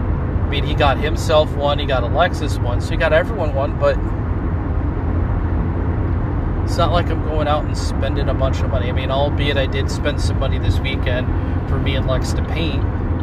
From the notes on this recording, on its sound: My first episode recorded in my car sorry if audio quality is bad.